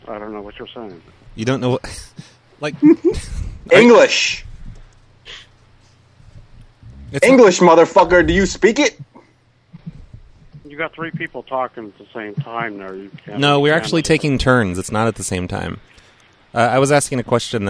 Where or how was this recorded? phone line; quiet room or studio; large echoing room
phone line